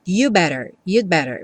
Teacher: você não escuta realmente o D, porque depois vem um B e a pessoa vai ter que fechar o lábio. Então, no que você encosta a língua no céu da boca para fazer o D do you'd, você já fecha o lábio também para fazer o better, e aí acaba que esse D não fica muito aparente, you'd better.